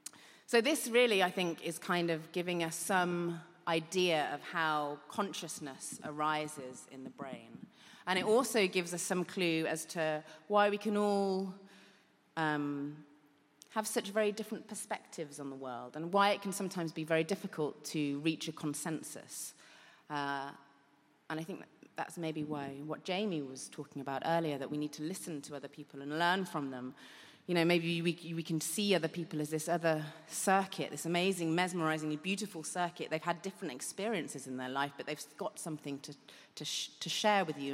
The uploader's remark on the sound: The 5x15 audience. Recorded at EartH (Evolutionary Arts Hackney) in London in September 2018.